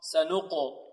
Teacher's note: القاف هنا ساكنة مفخمة، القاف من حروف التفخيم